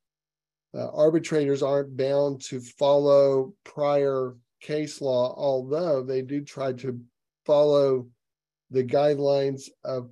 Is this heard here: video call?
yes